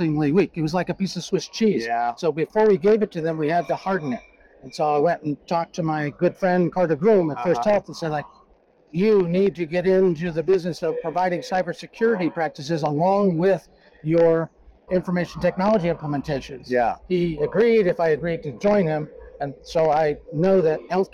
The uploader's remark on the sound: it’s a double Interview in Action live from ViVE 2024.